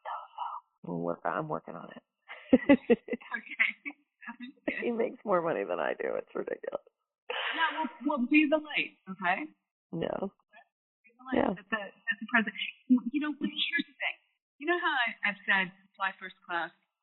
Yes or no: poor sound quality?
yes